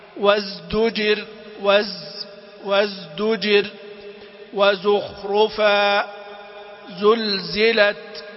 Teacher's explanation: لابد أن يحرص على جهر الزاي وهمس السين لئلا يختلطا